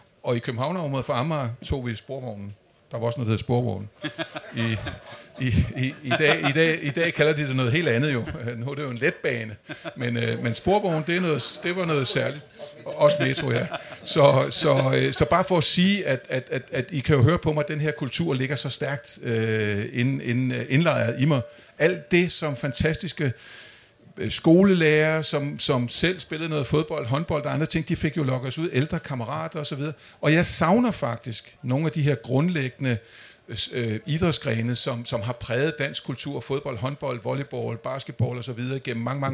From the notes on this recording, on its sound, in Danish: Folkemødet 2023 Special. Optaget live lørdag den 17. Hos Dansk Håndbold på Folkemødet.